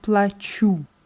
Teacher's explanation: Nur bei der Ich-Form ist es wichtig, die Betonung auf dem U zu haben.